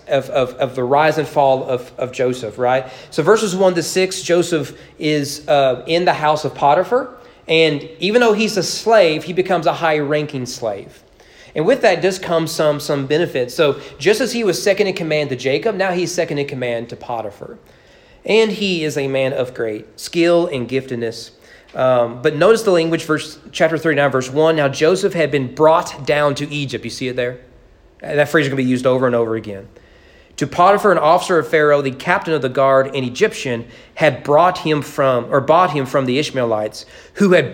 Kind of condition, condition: setting, large echoing room